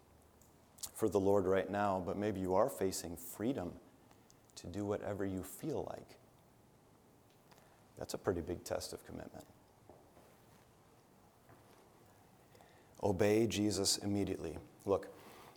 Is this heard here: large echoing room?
yes